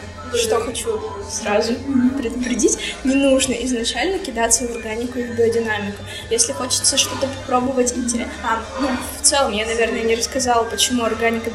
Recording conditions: poor sound quality